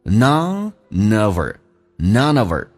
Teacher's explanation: h 不发音，用 of 的 v 跟 her 的 r 形成一个连叫 over · Term: 击穿